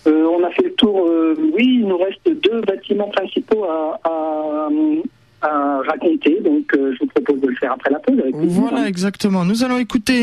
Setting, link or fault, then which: link, phone line